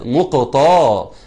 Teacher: التاء هنا في الكلمة دي هتطلع طاء، ليه؟ لأن أتت بين حرفين مفخمين، حرف القاف وحرف الصاد